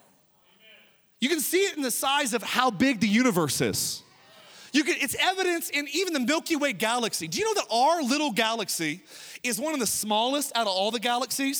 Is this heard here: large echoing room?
yes